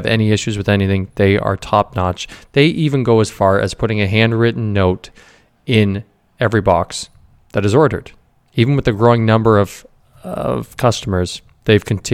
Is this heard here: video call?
no